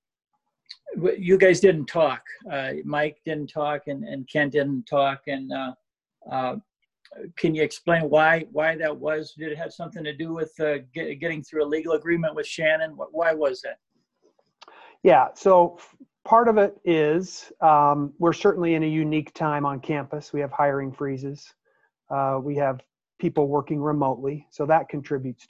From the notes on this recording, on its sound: hosted a Zoom conference call with 12 members of the Montana media